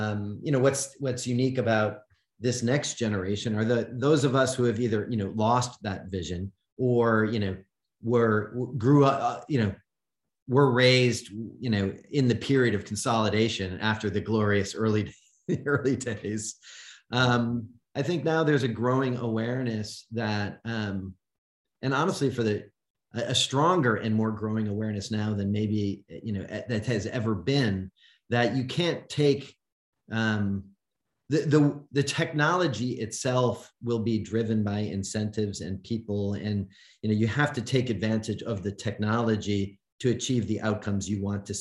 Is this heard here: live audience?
no